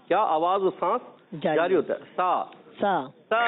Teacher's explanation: ہلکی سی آواز اور سانس اس میں جاری رہتا ہے